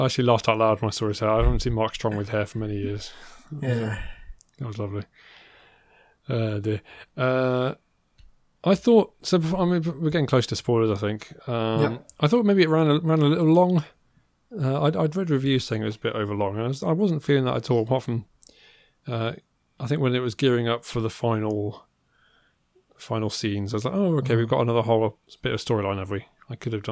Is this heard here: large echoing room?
no